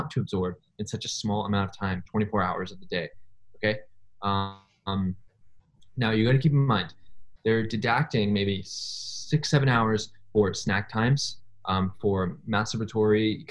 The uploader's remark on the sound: Another zoom ep.